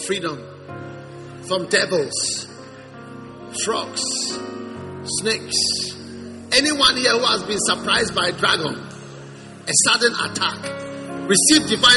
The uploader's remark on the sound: Preached at the First Love Gathering Service.